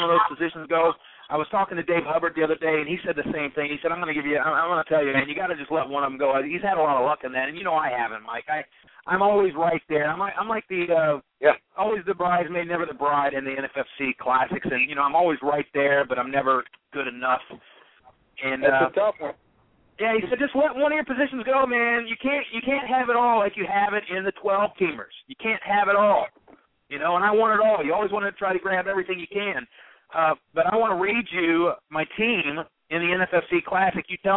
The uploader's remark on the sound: Call-in Show. Tonight we're inviting listeners to call up the show.